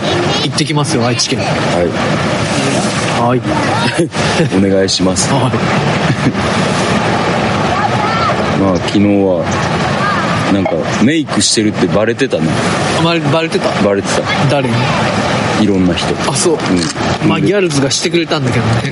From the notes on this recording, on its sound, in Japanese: 鴨川で収録してみたところ、風が強くてノイズがあります。